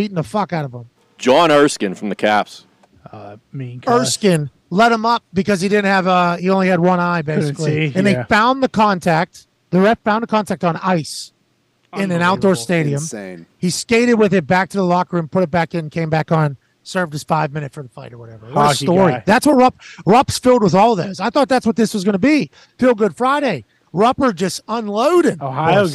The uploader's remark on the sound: joins the show live from a Sprinter Van on his way to Atlanta